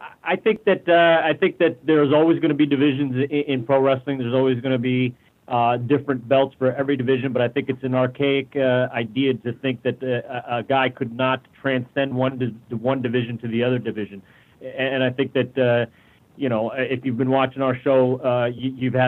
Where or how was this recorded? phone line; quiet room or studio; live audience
phone line